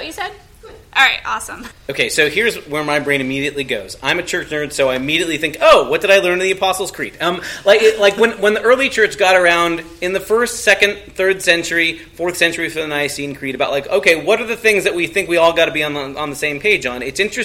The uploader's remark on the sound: Goes Live In Front of a Studio Audience. Took their show on the road to the annual Synod Assembly for the Northwestern Pennsylvania Synod of the Evangelical Lutheran Church in America, at Thiel College in Greenville, Pennsylvania. Recorded with additional friends in the room joining the conversation with topics they were interested. We are thankful for the brave folks who came up to the microphone to share questions and prompt conversation!